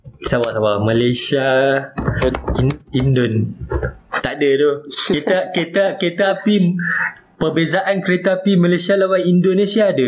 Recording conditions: poor sound quality